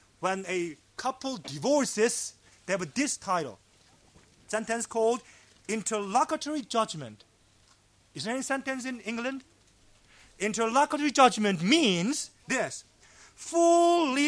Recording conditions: large echoing room